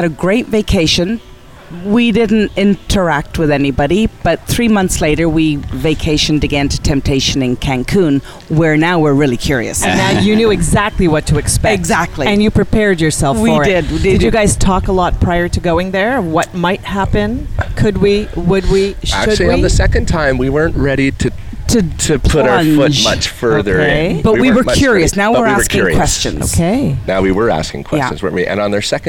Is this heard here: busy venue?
yes